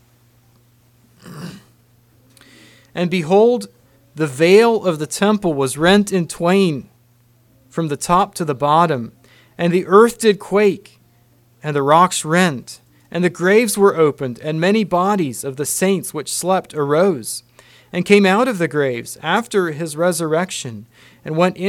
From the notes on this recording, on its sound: Message preached at Word of Hope.